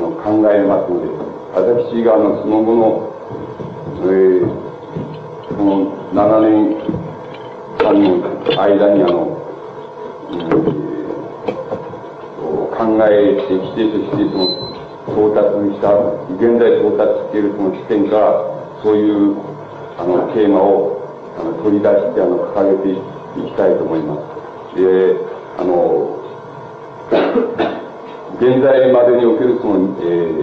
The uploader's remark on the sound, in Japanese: 講演日時：1967年11月11日 主催：愛知大学 第21回愛大祭本部 場所：愛知大学 豊橋校舎9号館。テープが欠けているため 講演の前半部のみの収録。周辺のノイズが入っており、 音質はあまりよくない。